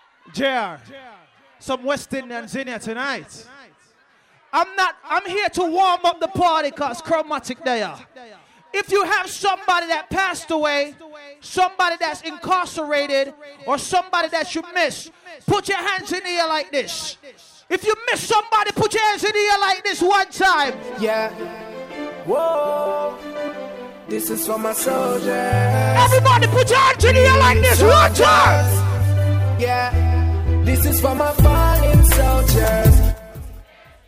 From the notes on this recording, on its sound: live at Island Saturdays on Saturday, December 1.